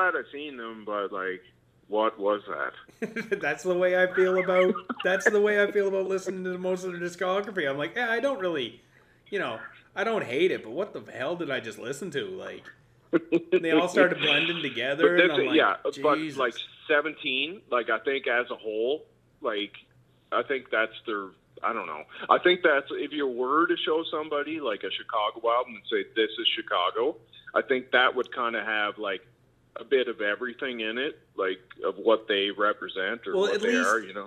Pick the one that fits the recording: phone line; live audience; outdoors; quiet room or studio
phone line